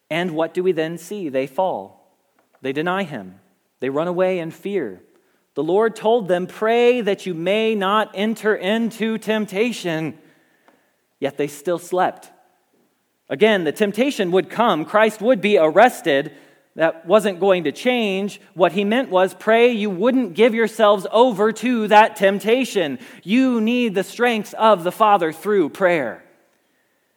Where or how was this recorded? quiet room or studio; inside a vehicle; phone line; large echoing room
large echoing room